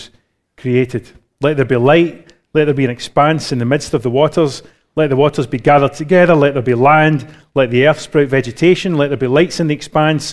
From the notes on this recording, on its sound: Recorded live at Grace Community Bible Church.